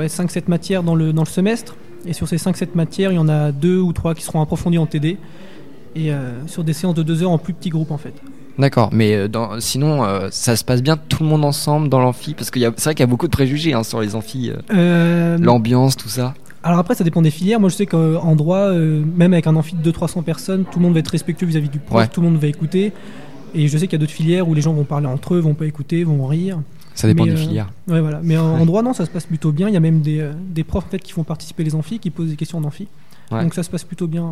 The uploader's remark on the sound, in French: Interview réalisée en direct samedi 2 février 2019 lors du 2nd Forum de l'orientation du LRB